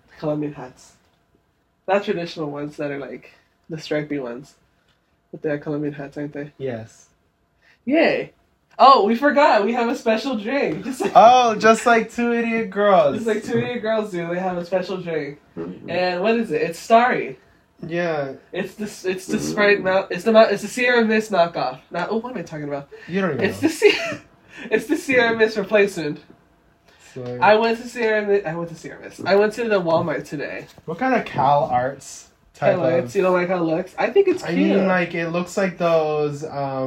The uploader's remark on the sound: Sorry for the audio troubles! It's just our singing lol. Join us for our in-person recording as we sing along to our favorite songs.